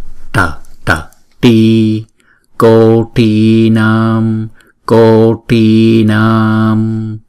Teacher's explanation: thì chúng ta phải cong lưỡi để chúng ta đọc là tờ